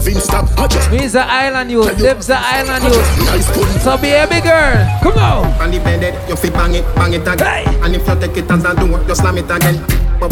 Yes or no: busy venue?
yes